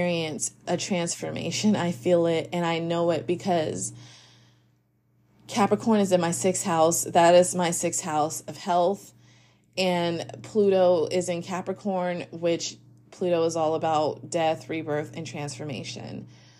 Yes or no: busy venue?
no